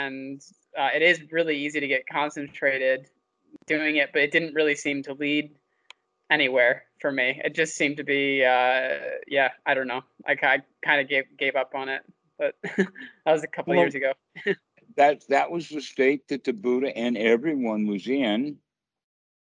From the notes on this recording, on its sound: Skype calls on this channel. The date in the title indicates the date the call was recorded.